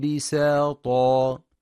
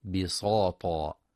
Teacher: وينتبه أيضا في كلمة بساطا لترقيق السين · Shown in: first take · حيث يخطئ بعضهم فيقرأ بتفخيم السين بساطا فتصبح صادا.